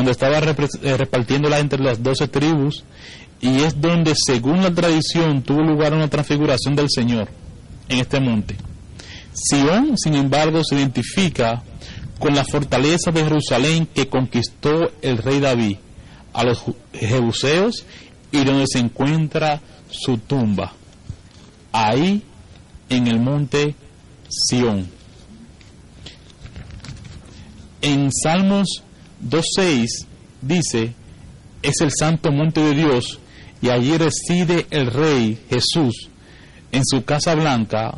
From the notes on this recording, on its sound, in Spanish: predica grabada el 26-11-2015 en la Iglesia Evangelica Los Hijos de Sion, Centro de Adoracion